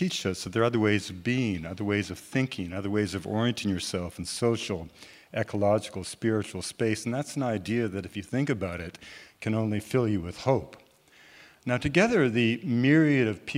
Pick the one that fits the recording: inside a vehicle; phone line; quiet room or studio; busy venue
busy venue